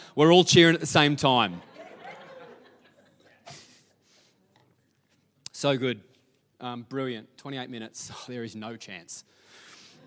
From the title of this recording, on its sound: LIVE at Echo Church